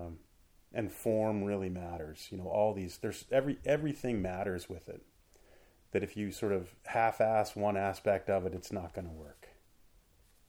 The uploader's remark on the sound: The audio levels are low so you&#8217;ll have to turn it up. The audio levels are low so you’ll have to turn it up.